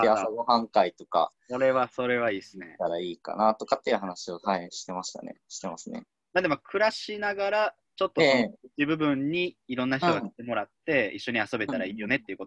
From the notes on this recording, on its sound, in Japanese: ラジオ放送は生放送で収録します。Zoomというツールを使って生放送！